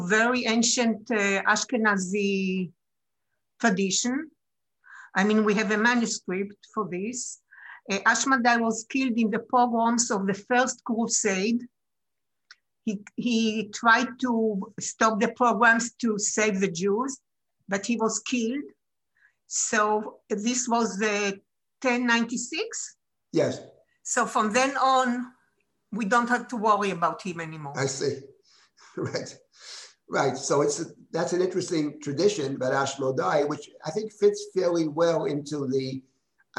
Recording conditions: video call